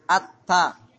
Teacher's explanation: Jadi lam dimasukkan ke dalam ta. Karena sama-sama ujung lidah. · Term: lam syamsiyah